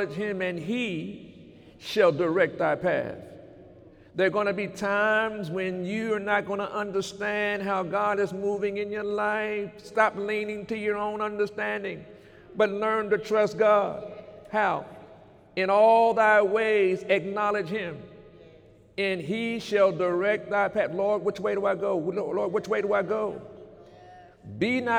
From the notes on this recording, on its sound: During Sunday morning service on January 20, 2018